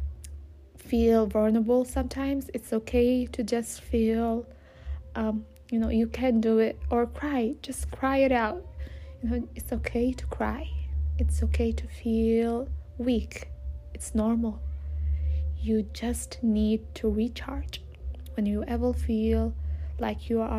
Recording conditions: background noise